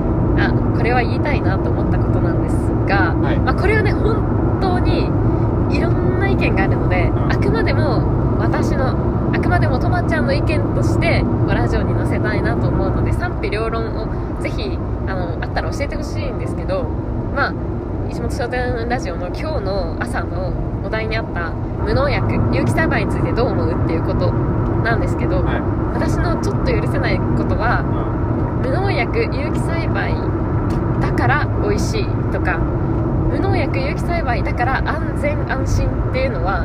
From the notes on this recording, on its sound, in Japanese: 車の中で収録してます！騒音うるさいかも！ごめんなさい！